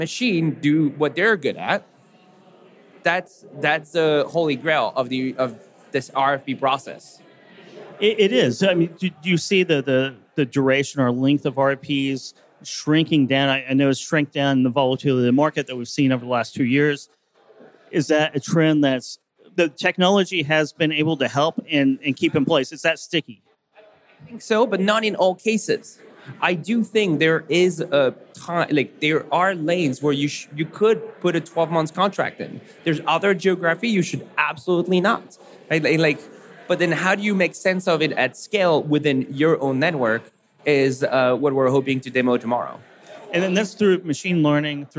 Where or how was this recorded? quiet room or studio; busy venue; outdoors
busy venue